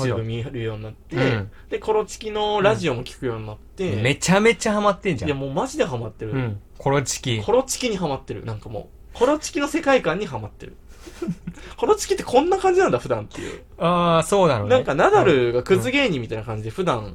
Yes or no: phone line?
no